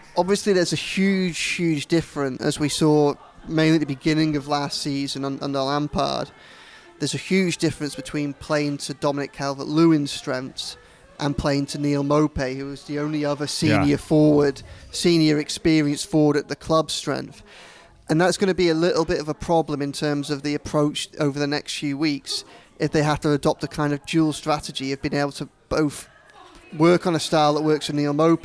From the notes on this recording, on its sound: at Lovelock's Coffee Shop